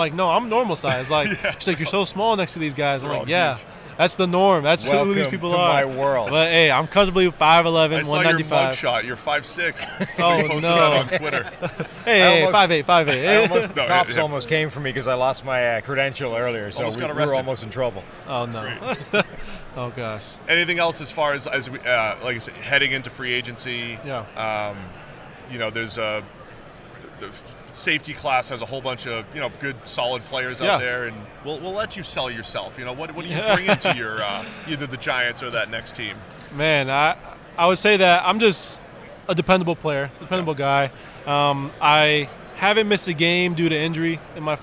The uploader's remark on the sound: From Radio Row